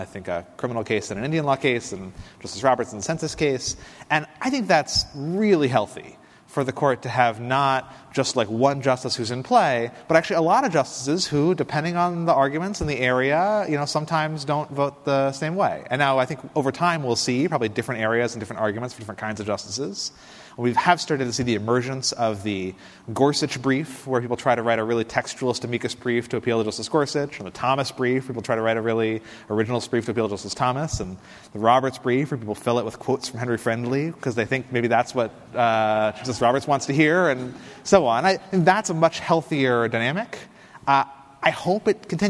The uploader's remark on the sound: Recorded on October 15, 2019, at The Standard Club in Chicago.